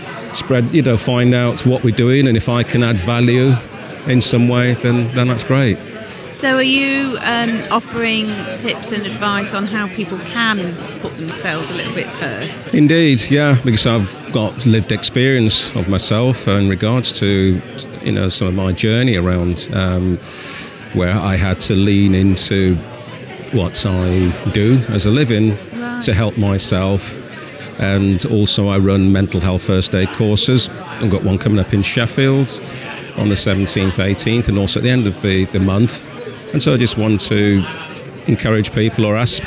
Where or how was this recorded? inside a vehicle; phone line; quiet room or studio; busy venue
busy venue